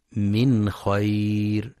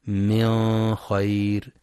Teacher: ينتبه القارئ للإظهار الحلقي للنون الساكنة بعدها الخاء · Shown in: first take · في من خير، فلا يقرأ من خير بالإخفاء.